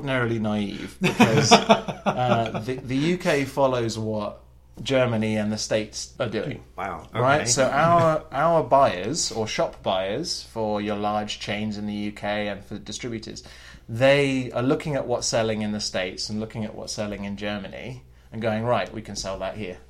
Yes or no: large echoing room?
no